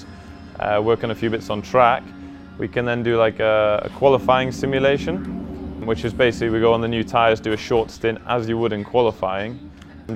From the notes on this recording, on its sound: On Location at IMS. We're on location at the Indianapolis Motor Speedway. Before his first practice session of the day.